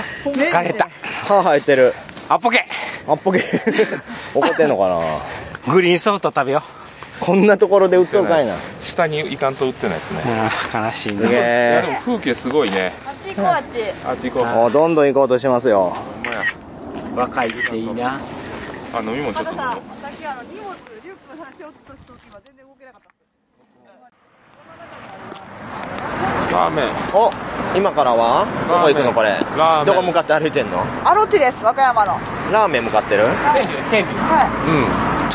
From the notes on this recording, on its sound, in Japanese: 一部、屋外での収録のため、騒音雑音が入っております。